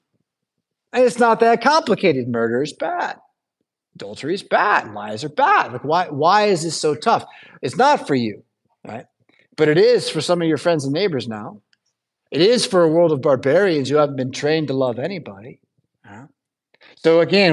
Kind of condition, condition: setting, large echoing room